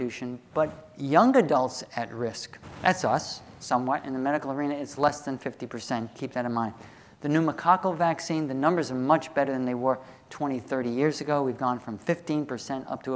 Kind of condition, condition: setting, large echoing room